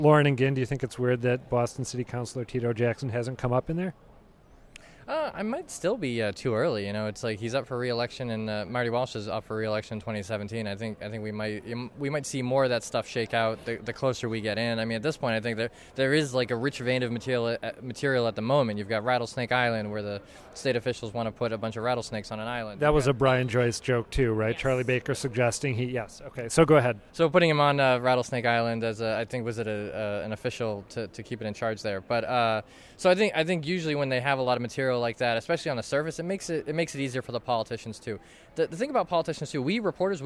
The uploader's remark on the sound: took in this year's breakfast at the Boston Convention & Exhibition Center--then sized up the proceedings as they were winding down